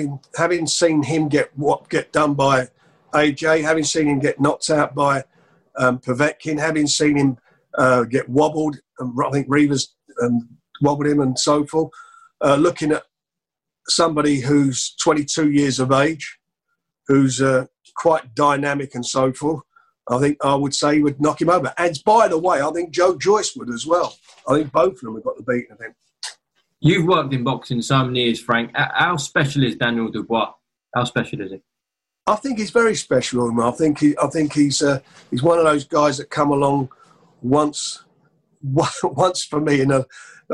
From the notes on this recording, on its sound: On Zoom